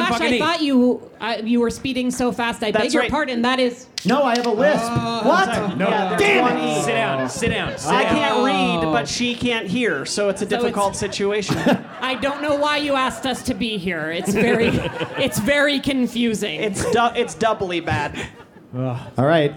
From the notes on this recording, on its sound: Behold, our first live, in-person podcast ever! This is an edited version of the live show.